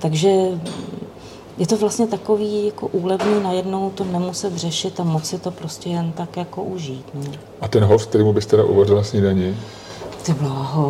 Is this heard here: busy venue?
yes